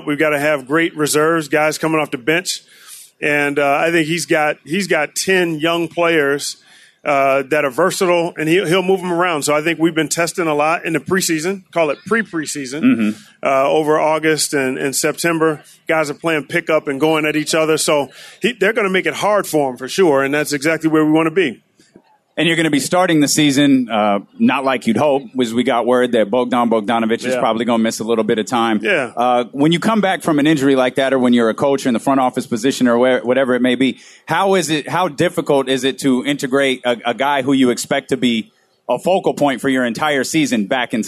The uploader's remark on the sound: Live At Sports Fest